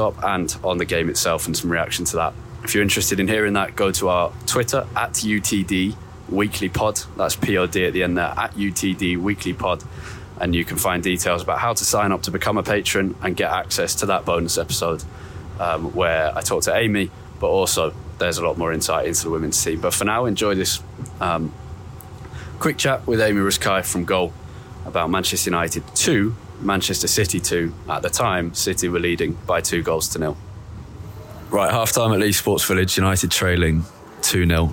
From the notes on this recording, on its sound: This was recorded at half-time of Manchester United vs Manchester City in the Women's Super League.